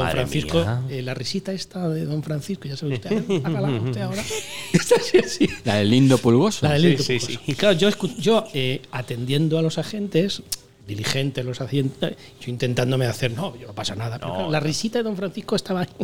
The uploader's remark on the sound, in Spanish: Este episodio lo hemos grabado desde la Taberna Vinoteca La Buha en Valdemoro. Este episodio lo hemos grabado desde la Taberna Vinoteca La Buha en Valdemoro.